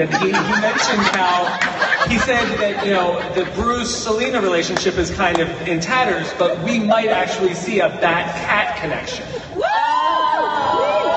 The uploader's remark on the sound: NYCC 2017. The full audio from the Gotham panel!